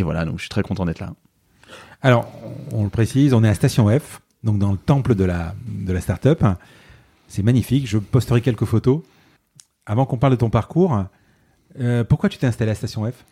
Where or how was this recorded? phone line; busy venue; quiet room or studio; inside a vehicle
quiet room or studio